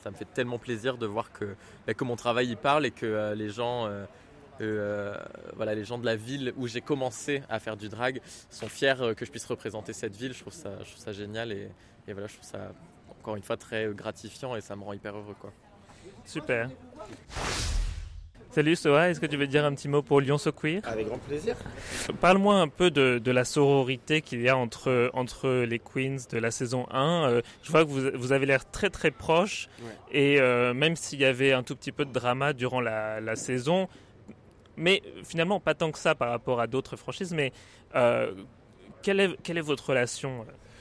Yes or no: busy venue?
yes